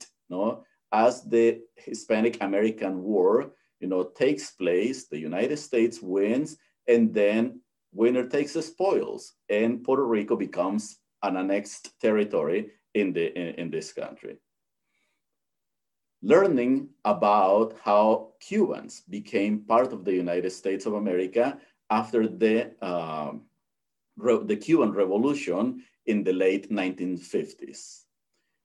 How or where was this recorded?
video call